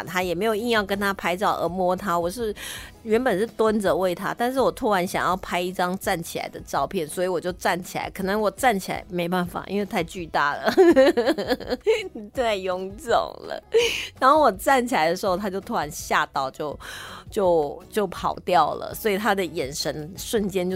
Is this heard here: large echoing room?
no